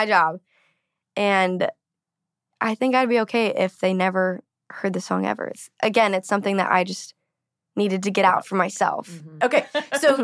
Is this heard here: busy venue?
no